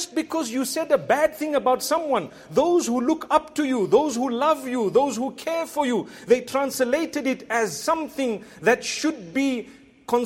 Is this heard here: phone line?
no